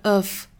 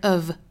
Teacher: of 这个词，它其实尾部是一个 v 的发音，它是浊音 · Shown in: second take